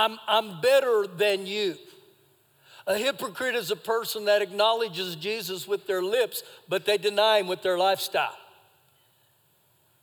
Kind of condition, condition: setting, large echoing room